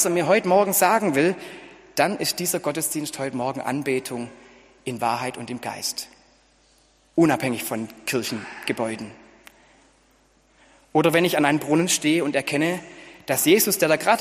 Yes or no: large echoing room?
yes